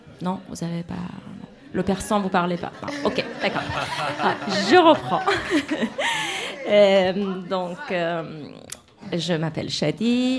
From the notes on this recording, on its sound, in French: À Prades (Pyrénées Orientales). Il a chaleureusement partagé avec le public présent (plus de 80 personnes).